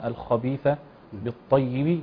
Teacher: الخبيث تفخيم الخاء نعتني به أيضا